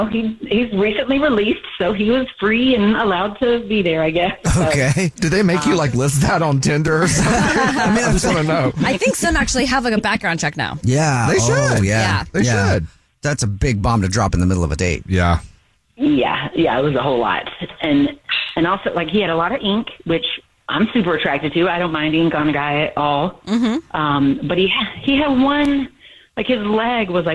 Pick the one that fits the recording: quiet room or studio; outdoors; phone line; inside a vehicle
phone line